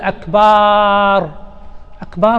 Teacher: كذلك بعضهم يمد الباء يقول أكبار